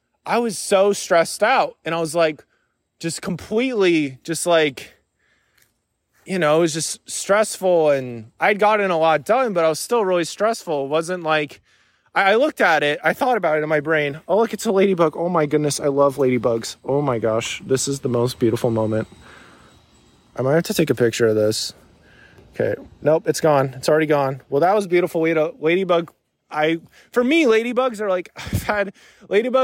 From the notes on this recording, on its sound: Recorded this while on a walk. Was going to do so in the studio but today it just felt more natural and free-flowing to do it on a walk.